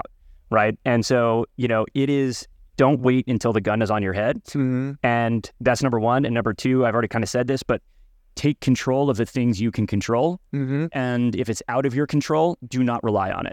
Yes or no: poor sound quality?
no